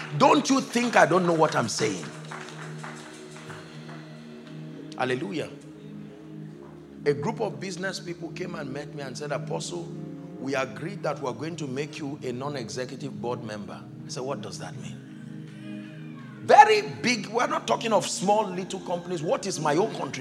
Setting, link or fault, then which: setting, live audience